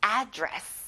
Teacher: 앞에 에 강세를 넣어보는 거예요